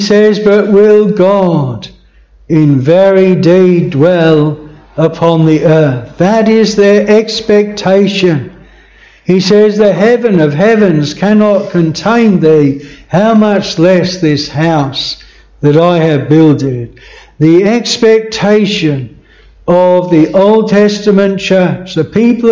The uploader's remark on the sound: This sermon was preached at Bethel Chapel Luton.